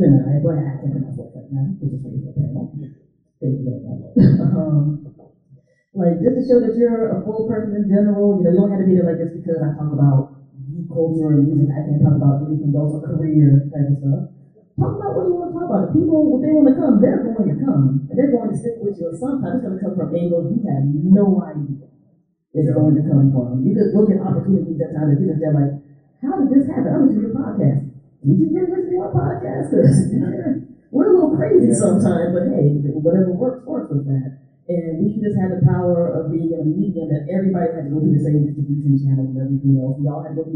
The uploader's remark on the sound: DC Podfest Panel 2016 LIVE. This is a special episode based off of the audio from the great DC PodFest panel on diversity in podcasting. That occurred at the Wonderbread Factory in Washington, DC on Saturday, November 5, 2016.